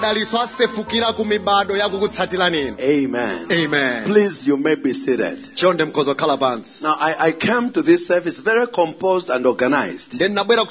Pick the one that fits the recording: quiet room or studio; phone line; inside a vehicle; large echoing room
large echoing room